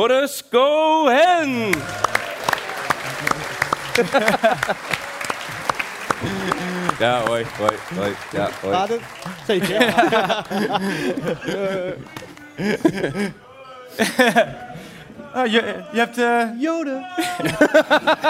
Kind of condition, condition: setting, live audience